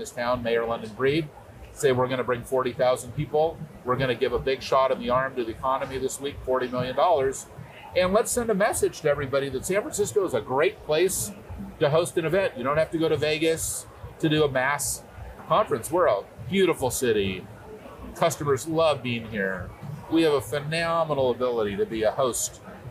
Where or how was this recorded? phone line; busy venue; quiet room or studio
busy venue